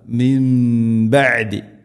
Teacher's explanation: സുക്കൂനുള്ള നൂനിന് ശേഷം ബാ നൂനിനെ മാറ്റി മീമാക്കണം. ഇഖ്ലാബ് മിൻ ബഅദി, ഇങ്ങനെ മണിച്ചുകൊണ്ട് ഉച്ചരിക്കണം.